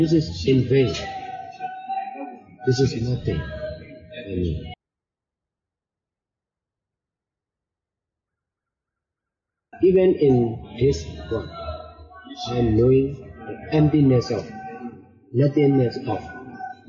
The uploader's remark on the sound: These teachings might not have the perfect sound quality